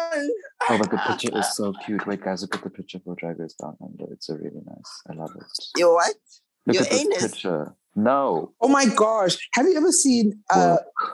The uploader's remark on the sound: join the zoom call one last time